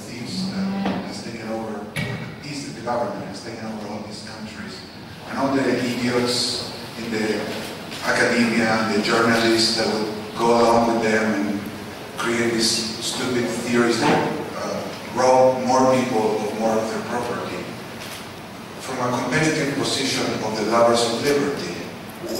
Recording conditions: live audience